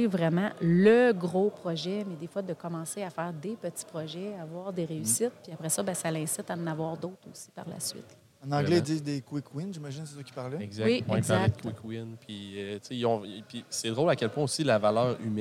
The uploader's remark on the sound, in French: En direct du salon de la robotique et l'automatisation de Ste-Marie